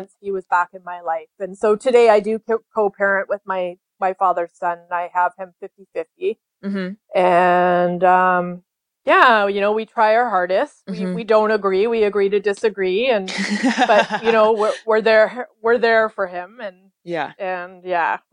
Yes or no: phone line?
no